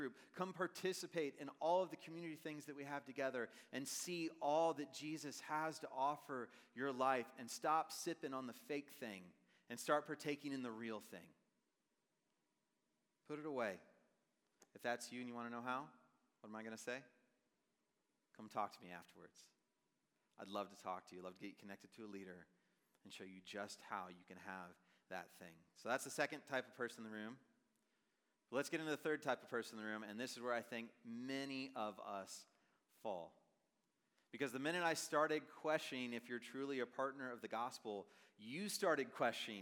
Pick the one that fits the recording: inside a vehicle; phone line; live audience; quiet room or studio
live audience